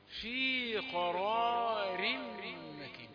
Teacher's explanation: لابد أن تبين أن راء المفتوحة هذه مفخمة